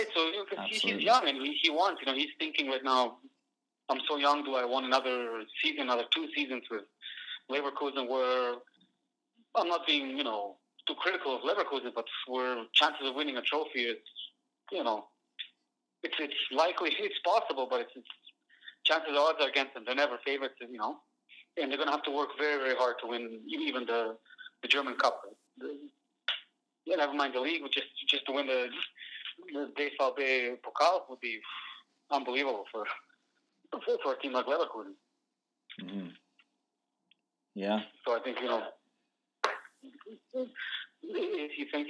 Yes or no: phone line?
yes